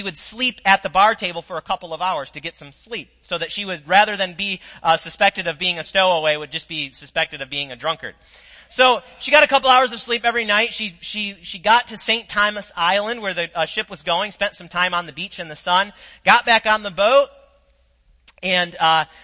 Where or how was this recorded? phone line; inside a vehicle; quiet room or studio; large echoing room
large echoing room